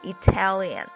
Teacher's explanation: 但是如果这个词变成形容词变成 Italian 的时候，这个 T 呢却又不能变成这个 flap 了